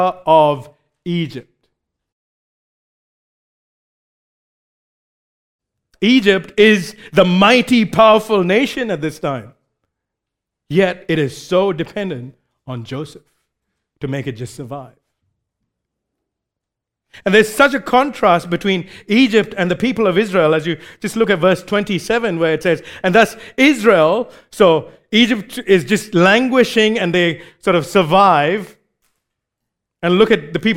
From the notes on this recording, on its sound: recorded live at Grace Community Bible Church